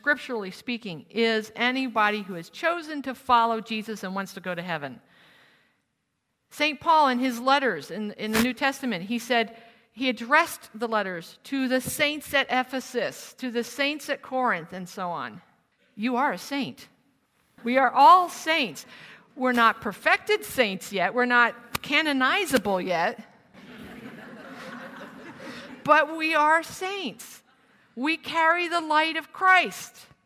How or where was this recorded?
live audience